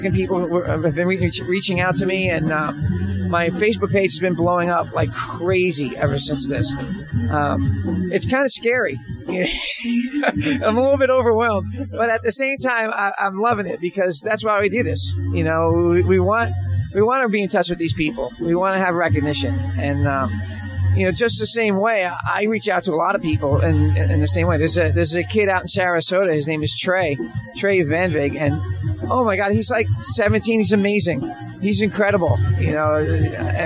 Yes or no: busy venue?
yes